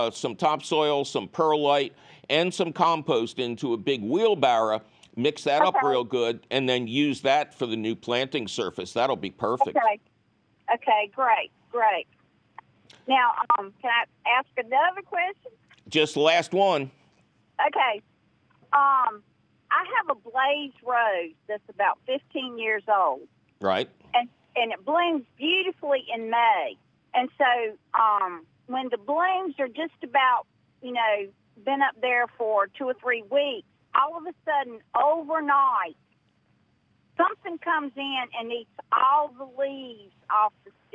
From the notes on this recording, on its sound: your fabulous phone calls!